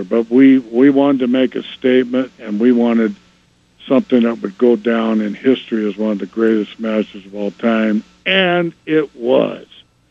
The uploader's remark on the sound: called